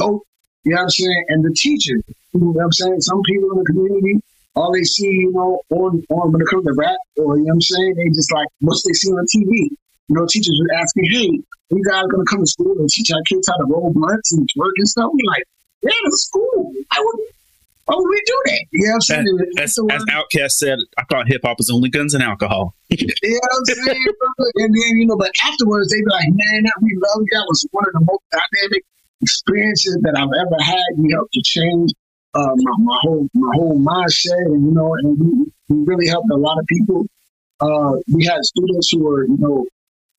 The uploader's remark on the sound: The audio on this episode isn't the greatest. We did our best to salvage it, but we do apologize that it's not up to our normal quality.